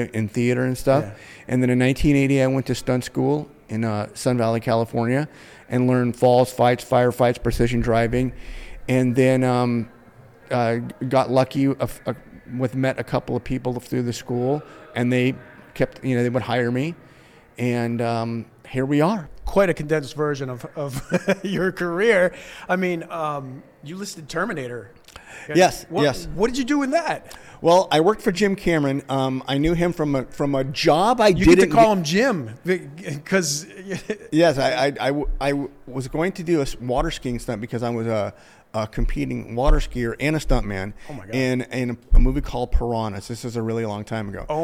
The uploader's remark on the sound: LIVE FROM THE CASTING BUFFALO ACTOR EXPO 2023